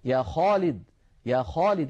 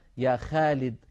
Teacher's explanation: فلا بد من تفخيم صوت الخاء عند النطق بها · Shown in: first take